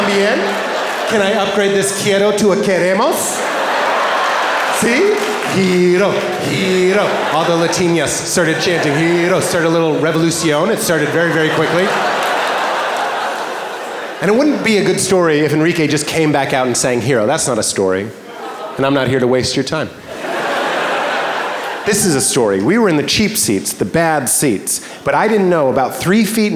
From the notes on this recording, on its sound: Taped at the Vic Theatre in Chicago. In this stand-up comedy special.